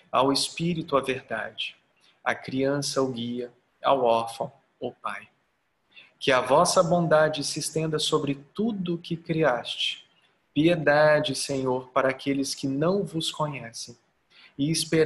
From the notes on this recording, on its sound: Online via Zoom